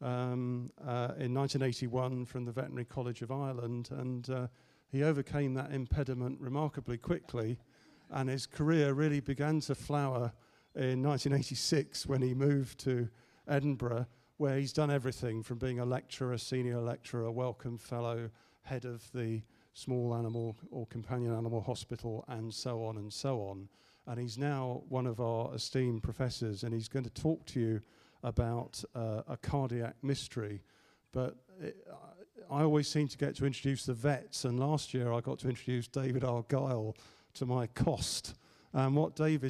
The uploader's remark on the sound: A public lecture. This is the second lecture in the 2010 Medical Detectives lecture series.